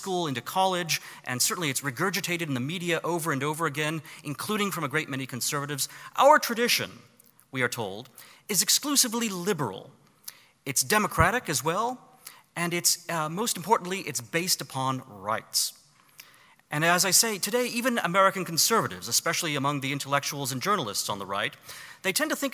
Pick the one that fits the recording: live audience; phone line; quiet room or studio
live audience